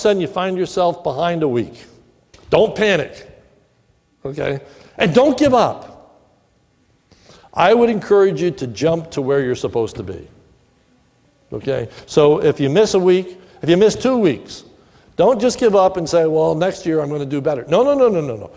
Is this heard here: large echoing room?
yes